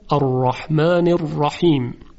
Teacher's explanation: حرف راء رحمان و رحیم چون فتحه دارن تفخیم میشن · حرف راء چون فتحه داره تفخیم میشه